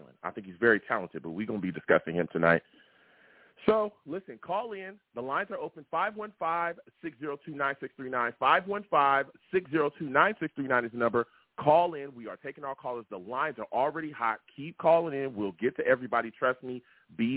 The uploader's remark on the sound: I take live callers!